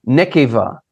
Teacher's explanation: And nekeva, N-E-Q-E-B-A-H, but the B is pronounced with a V sound. Nekeva.